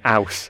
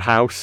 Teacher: things like what's called H-dropping, saying ouse instead of house · Shown in: first take